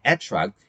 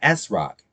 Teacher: Some Orthodox Jews of Ashkenazi descent speak a version of Hebrew influenced by Yiddish that renders a T sound as an S. · Shown in: second take